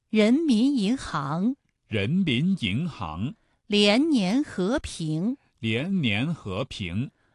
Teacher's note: 发二声的时候起音要比一声稍微低一些，然后再升到高，声带从不松不紧开始逐步绷紧，直到最紧，声音从不低不高到最高。人民银行，人民银行。连年和平，连年和平。农民犁田，农民犁田。圆形循环，圆形循环。好，我们再来发三声，声带从略微有些紧张开始，立刻松弛下